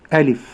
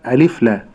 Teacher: أسكن الفاء وأعطيها صفتيها الهمس والرخاوة · Shown in: first take · Term: سكون الفاء